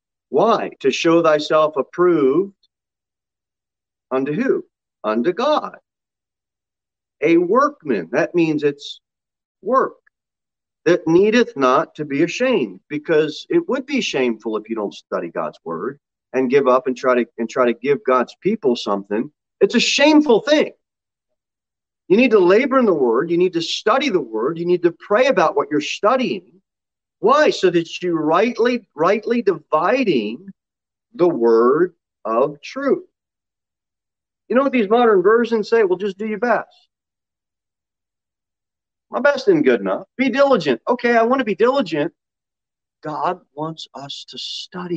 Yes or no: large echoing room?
yes